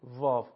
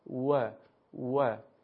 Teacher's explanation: در زمانی که میخواد تلفظ بشه مثل حرف فا دندونهای من تماس پیدا میکنه با لبهای من، یعنی قسمت لب پایینی · Shown in: first take · و حرف تلفظ میشه.